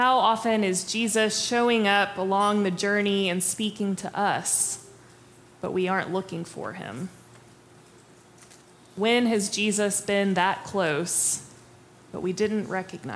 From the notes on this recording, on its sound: Preached on April 23, 2023 for our MorningSong Worship Service.